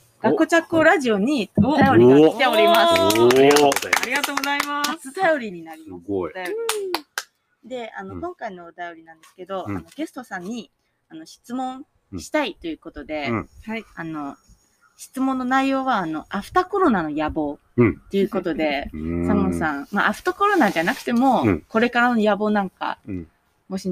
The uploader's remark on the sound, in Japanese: 今回は田沢湖刺巻ののどかな里山風景を眺めながら、贅沢な収録を行いました。